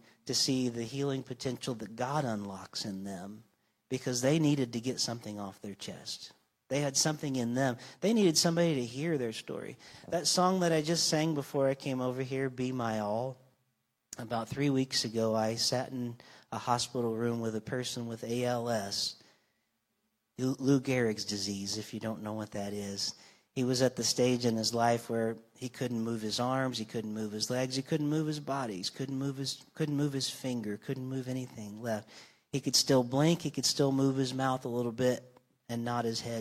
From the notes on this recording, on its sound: Live from North Vernon Indiana. This week’s episode was recorded live on Sunday Morning, June 11th, 2023, from North Vernon, Indiana, at the Church of the Nazarene.